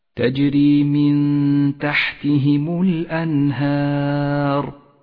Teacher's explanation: الهمزة والنون حرفان مرققان وكذلك الهاء والألف، والراء مفخمة